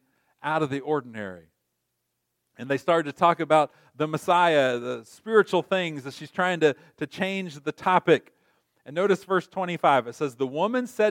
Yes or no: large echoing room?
yes